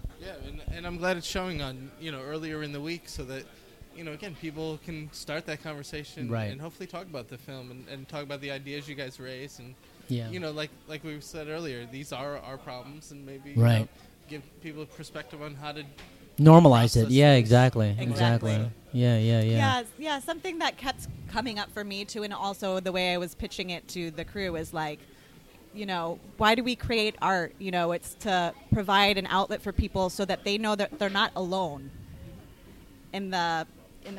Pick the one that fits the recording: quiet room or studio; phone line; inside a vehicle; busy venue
busy venue